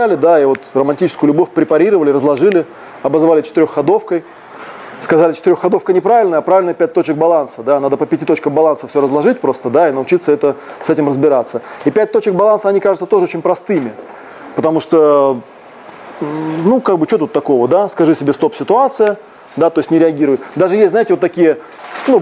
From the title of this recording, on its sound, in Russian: на фестивале "Пространство любви" 19 мая 2018